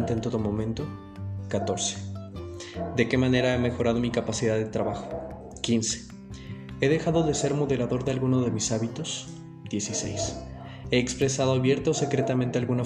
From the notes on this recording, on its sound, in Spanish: Hay ruidos ambiente dentro del podcast, gracias por entender. Esta grabado desde casa.